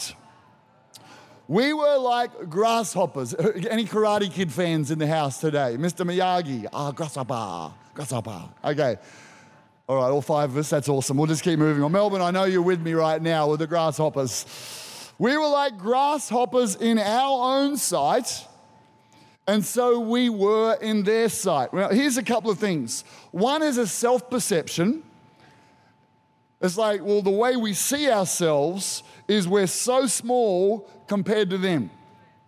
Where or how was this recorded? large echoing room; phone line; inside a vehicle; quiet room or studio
large echoing room